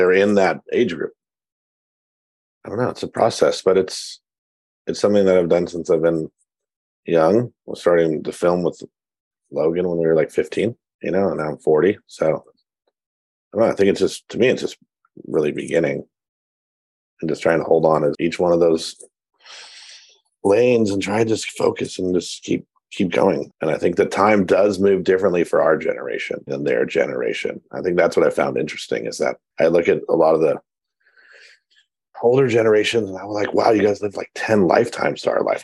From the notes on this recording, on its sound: Chatted via Zoom.